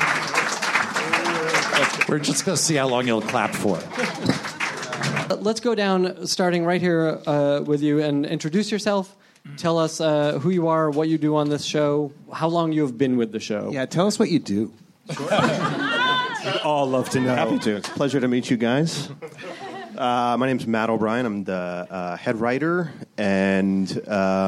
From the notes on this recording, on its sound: Recorded April 14, 2016 at the Nerdist Theater at Meltdown Comics.